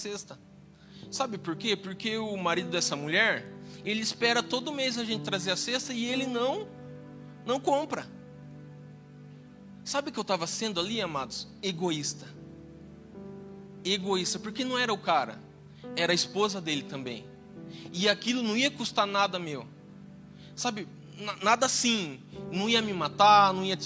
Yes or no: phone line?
no